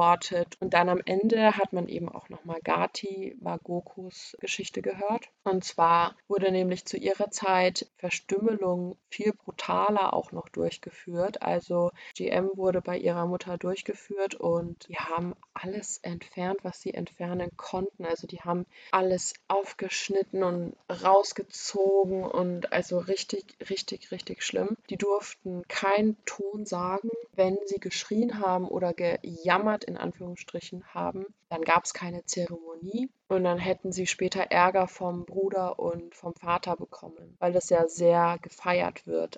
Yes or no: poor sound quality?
yes